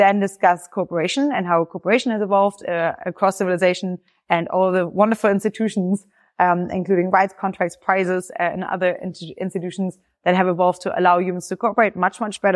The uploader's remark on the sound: This was recorded at the Foresight Crypto, Security & AI Workshop. 50 Years in San Francisco.